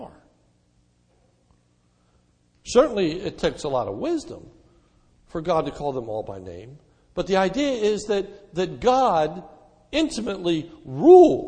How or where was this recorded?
large echoing room